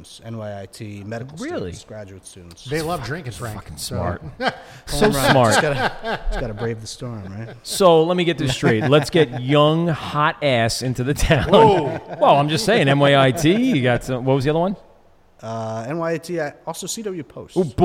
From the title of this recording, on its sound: LIVE at Noble Savage Brewing Co